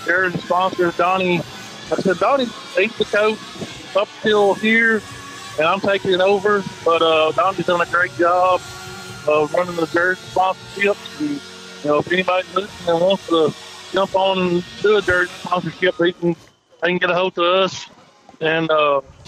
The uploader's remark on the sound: Live at Mud Volleyball for a Cure